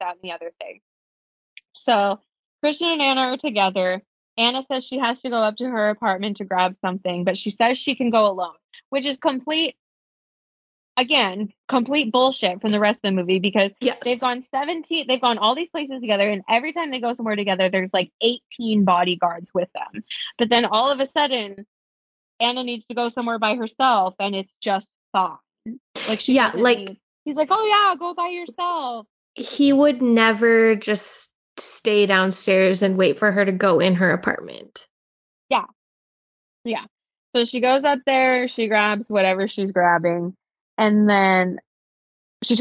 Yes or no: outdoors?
no